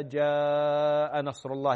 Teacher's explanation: والمد الواجب المتصل أربع · Term: مد واجب متصل